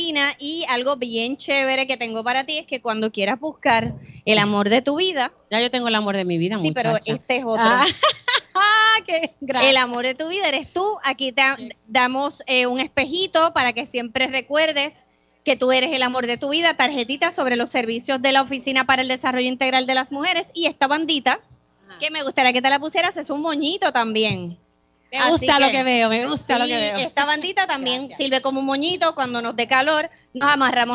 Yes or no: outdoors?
yes